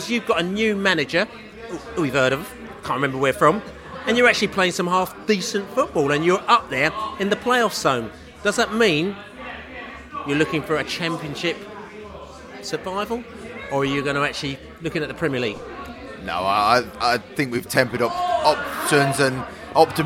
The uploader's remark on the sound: QPR v Brentford pre-match podcast from the pub.